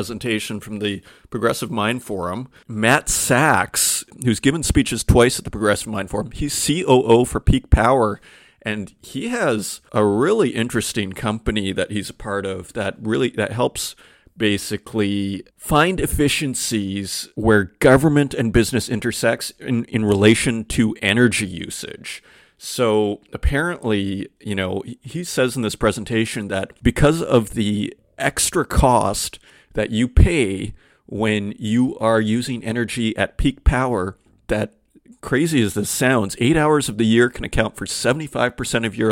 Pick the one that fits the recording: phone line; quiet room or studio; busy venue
quiet room or studio